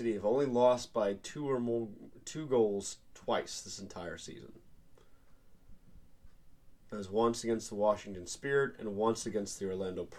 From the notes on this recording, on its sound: Technical difficulties aside